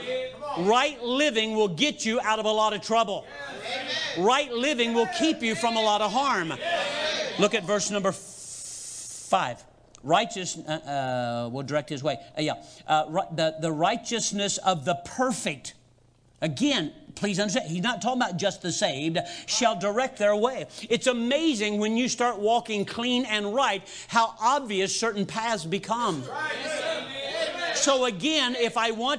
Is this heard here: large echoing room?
yes